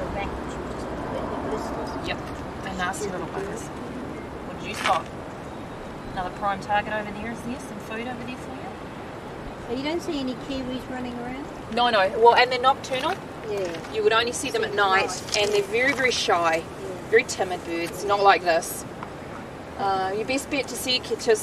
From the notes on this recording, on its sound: A couple of native New Zealand Keas, near Milford Sound. Video taken while on vacation in New Zealand in 2005.